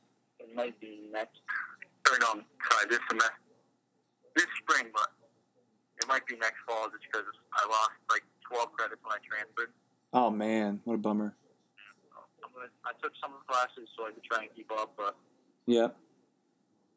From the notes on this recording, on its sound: We will be conducting a short phone interview with one of my former Track and Field athletes. Phone call starts at 14:49.